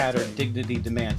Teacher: the T's in the word tattered are unvoiced dentals, which is very close in sound to what a snare drum does · the dignity demands, those voiced dentals, the D's are like a tom